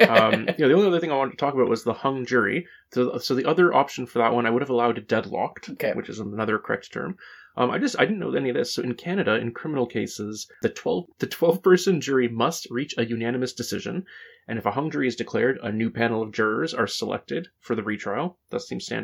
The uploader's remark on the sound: In-Person Snow Storm Special! Apologies for the slightly lower audio quality, it is a little tougher on a single mic.